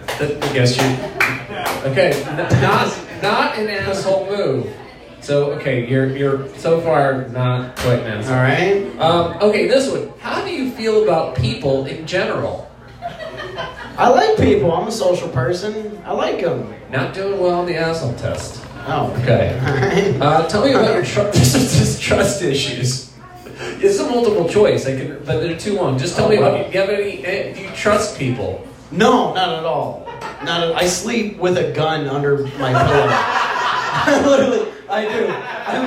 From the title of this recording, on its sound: Live at The Waterwheel